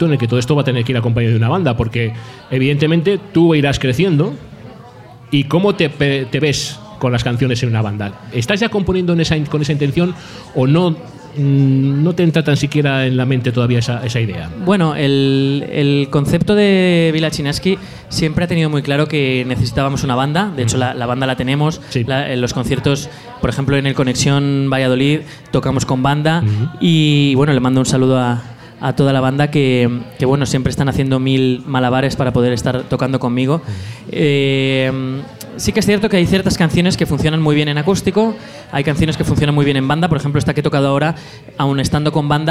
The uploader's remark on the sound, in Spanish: La Ciudad Sumergida LIVE en el Cul De Sac